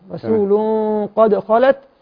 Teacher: القاف حرف استعلاء مفخم فبالتالي غنة الاخفاء تفخم ايضا